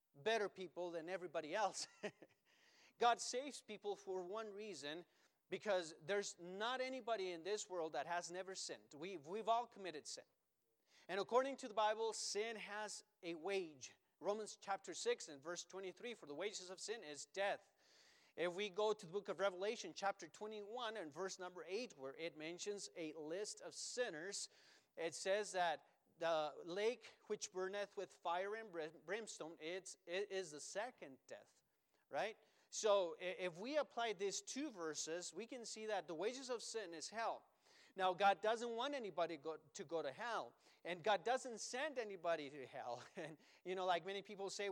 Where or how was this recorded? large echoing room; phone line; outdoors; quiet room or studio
large echoing room